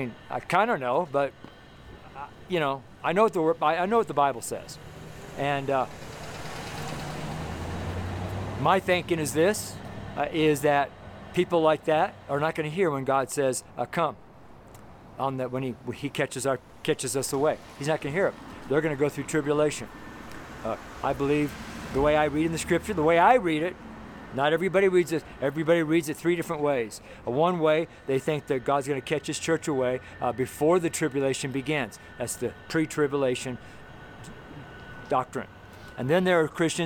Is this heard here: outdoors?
yes